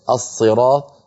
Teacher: نضيف إليها كلمة الصراط في الفاتحة لأن أصلها الصراط بالسين، لكن العرب أغلبهم كانوا يفخمون فيقولون الصراط، فكتبت على لهجتهم الصراط، وإلا فهي الصراط.